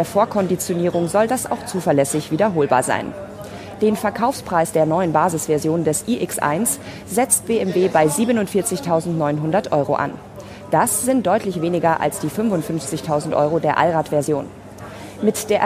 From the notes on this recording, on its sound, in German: wir senden wieder live vom Open Space der IAA auf dem Königsplatz in München!